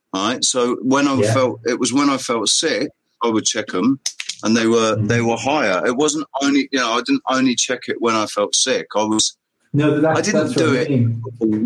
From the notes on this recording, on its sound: Audio Issues.